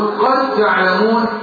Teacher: ادخل الدال في التاء